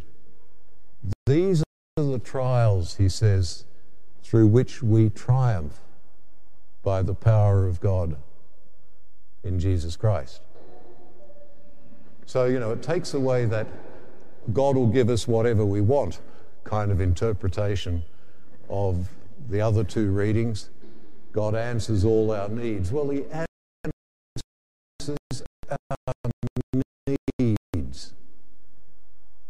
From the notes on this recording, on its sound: The homily from Sacred Heart Cathedral, Hamilton